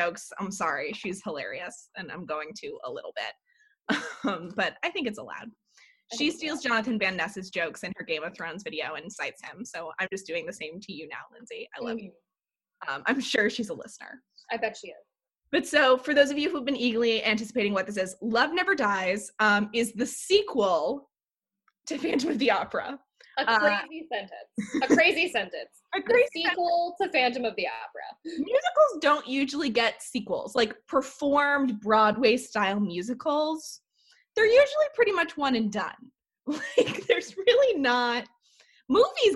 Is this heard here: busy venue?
no